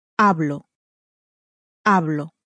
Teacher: You'll notice that I speak ends with an O, with a vowel. So the stress, once more, is on the next to last syllable. And there are only two syllables, so it's on the first syllable.